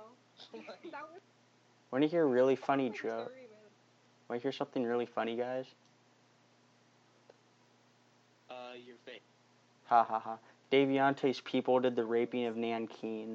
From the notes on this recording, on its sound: Probably Bad Audio Again.